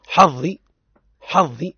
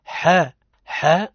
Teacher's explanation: من حروف الاستعلاء وهو مفخم. إذن البعض يطغى عليه تفخيم الضاء على حساب الحاء · Shown in: first take